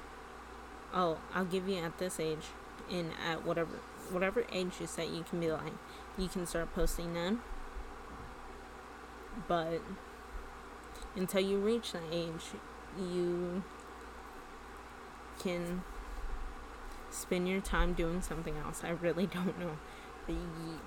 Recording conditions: uneven or low level